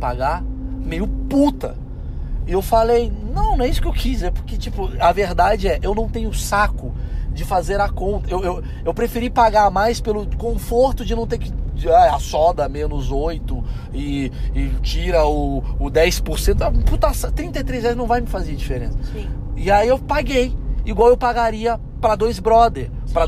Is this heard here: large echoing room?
no